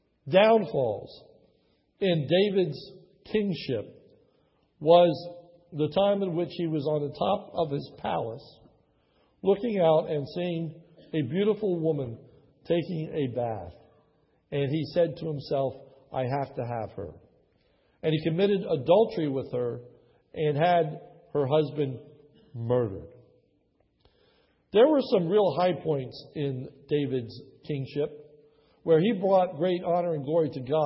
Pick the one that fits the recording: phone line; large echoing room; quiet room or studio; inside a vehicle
large echoing room